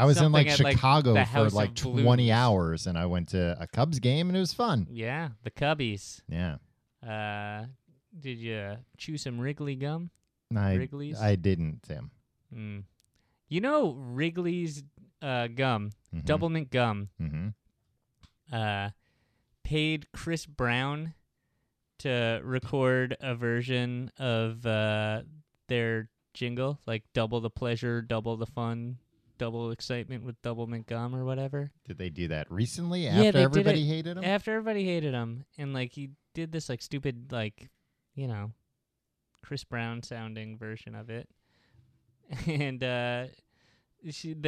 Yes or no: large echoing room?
no